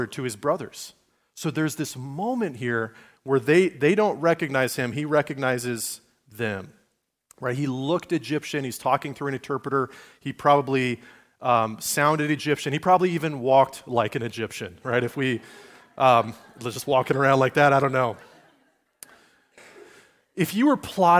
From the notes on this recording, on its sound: Recorded at Liferoads Church on Sunday, December 3, 2023, in Spokane, Washington.